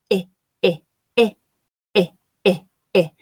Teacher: And I feel that particularly in the middle and in the back of my tongue. I can also feel the sides of my tongue pressing against the upper back teeth. It's not a strong pressure, but it is a light pressure.